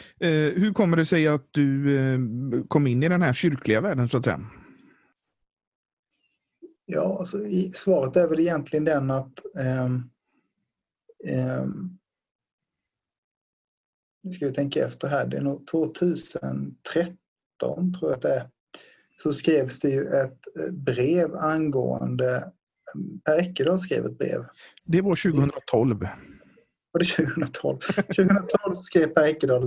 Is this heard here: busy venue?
no